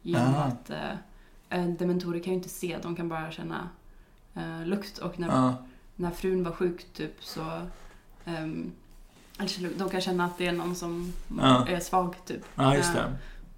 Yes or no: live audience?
no